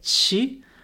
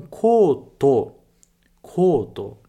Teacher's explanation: Esse som que o brasileiro faria ti, a gente troca por to